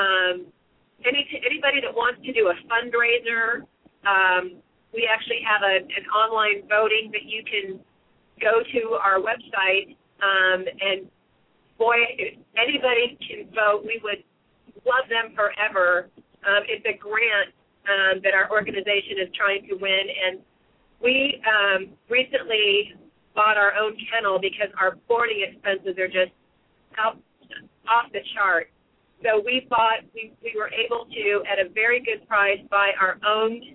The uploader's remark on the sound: open up the lines for listeners to call